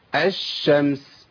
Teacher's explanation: انا بشيل اللام واحط شين · Term: الادغام